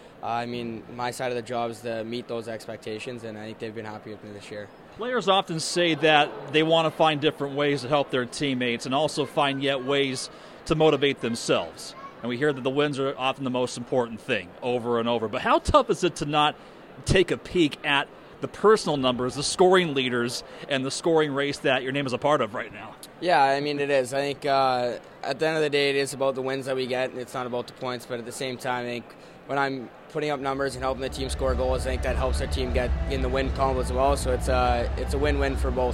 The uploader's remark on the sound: 1st intermission conversation